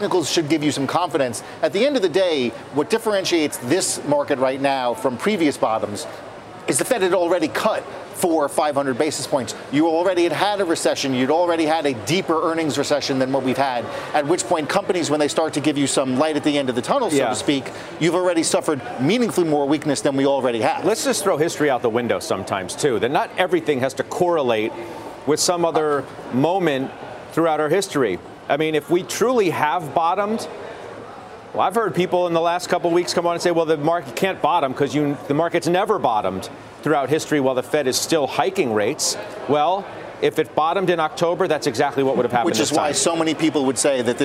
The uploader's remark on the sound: Live from the New York Stock Exchange.